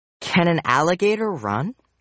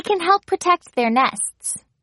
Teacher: In statements and questions, can sounds like kin. The vowel A is weak.